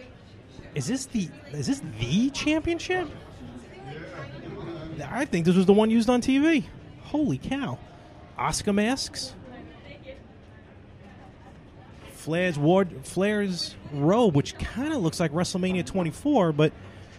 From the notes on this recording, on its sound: It's a hybrid episode this week LIVE from New York Comic Con 2017! Walk the con floor to see what NYC had to offer.